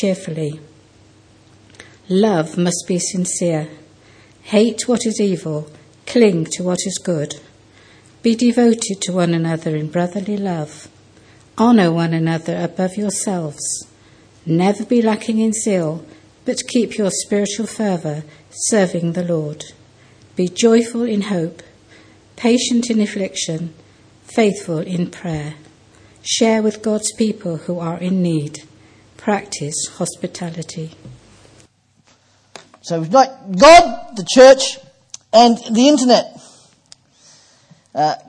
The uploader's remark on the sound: Preached at Poulner Baptist Chapel, 1st February 2015.